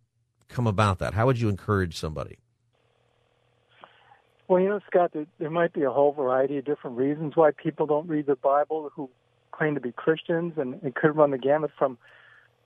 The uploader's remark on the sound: Asks his listeners to call in and give perspective on their interest in the bible.